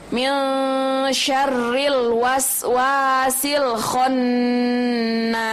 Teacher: Itu hukum bacaannya gunnah. Gunnah itu jadi harus ditahan dulu.